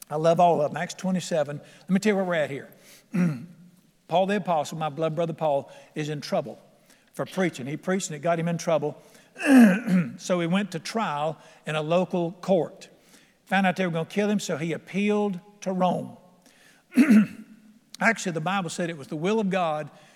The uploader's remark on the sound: at The Lamb's Chapel, Burlington, NC.